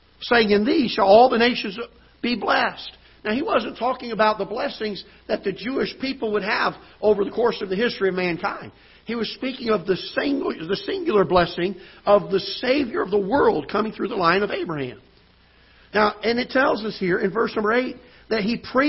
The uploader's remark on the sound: Ketha Heights Baptist Church ~ Live Broadcast